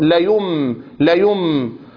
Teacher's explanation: نقلب النون الساكنة إلى ميم، فصارت ليم بدلا من لين · Term: الإقلاب